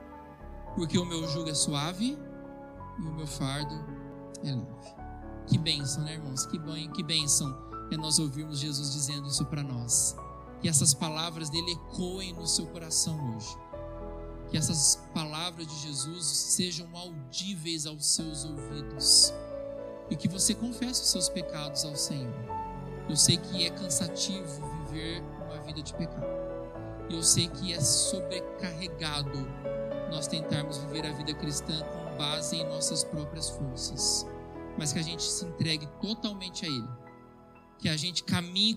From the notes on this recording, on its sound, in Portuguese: Gravado em 20/02/2022 na IPB em Santo Anastácio|SP